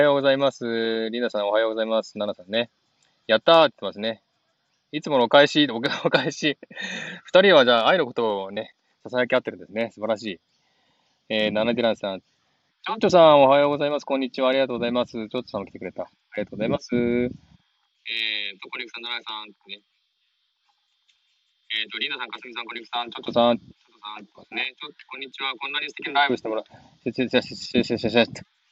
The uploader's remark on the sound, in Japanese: ウォーキングライブ。シドニー #オーストラリア #ウォーキング。